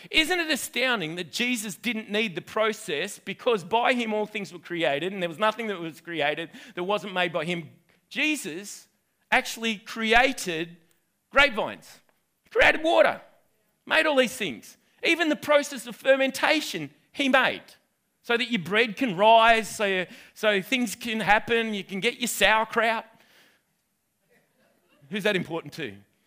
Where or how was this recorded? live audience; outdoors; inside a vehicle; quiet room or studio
live audience